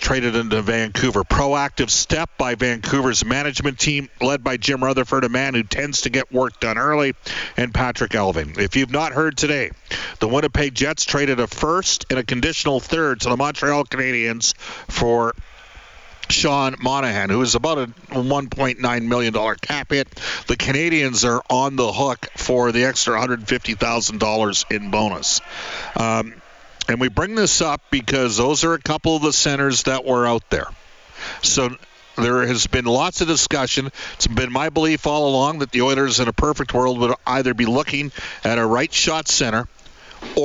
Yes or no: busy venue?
yes